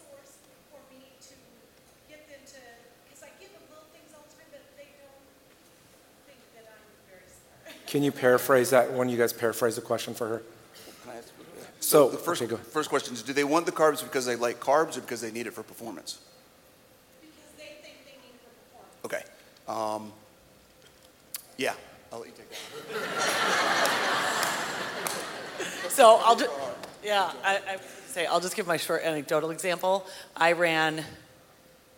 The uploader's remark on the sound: Today's podcast is the audio from the Fitness Panel at Keto Summit Omaha!